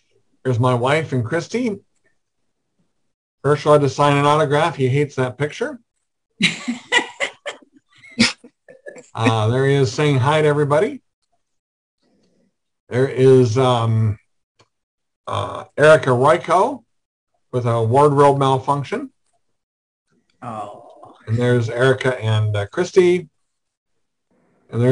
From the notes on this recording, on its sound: Zoom Show.